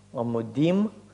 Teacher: У нас ударение переходит на конец.